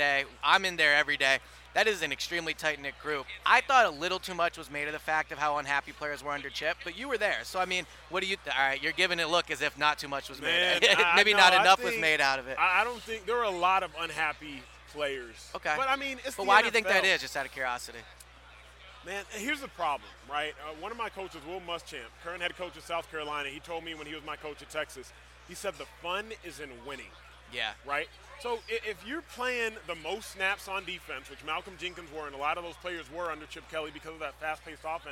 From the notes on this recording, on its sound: Day 4 from Radio Row at the Super Bowl.